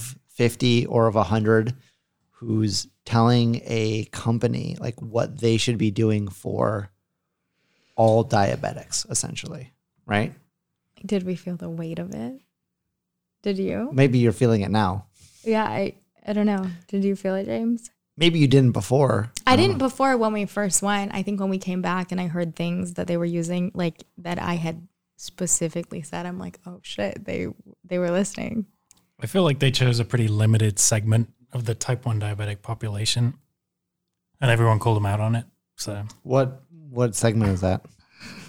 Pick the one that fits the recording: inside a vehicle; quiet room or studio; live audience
quiet room or studio